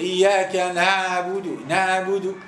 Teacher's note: لاحظوا مثلا العين كيف فيها جهر. تقول إياك نعبد، لا مش صحيح، يلزم فيها جهر.